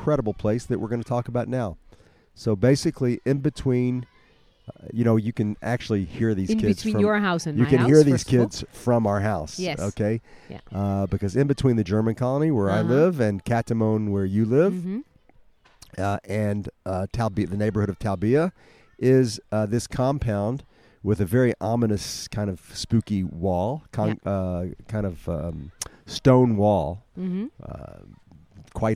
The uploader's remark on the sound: This week we record from the beautiful gardens of "Beit Hansen". Today, it has been transformed into a walled oasis in the Talbiye neighborhood of Jerusalem with an organic farm restaurant, tapas bar and academy of art.